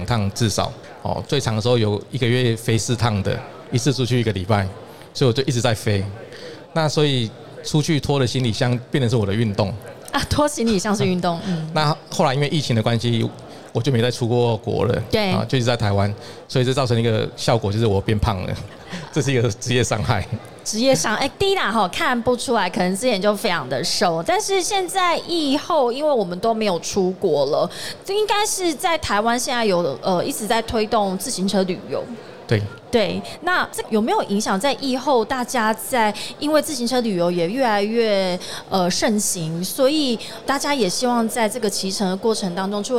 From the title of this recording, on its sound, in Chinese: 2022 Taipei Cycle台北國際自行車展-Live Podcast